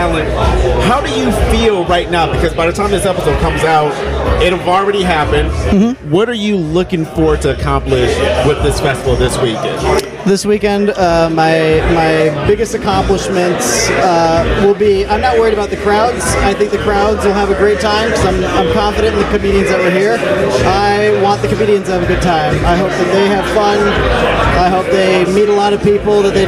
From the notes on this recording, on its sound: Less than 30 minutes before a show at Teehee’s Comedy Club (Des Moines, IA) for the Des Comèdie Comedy Festival 2023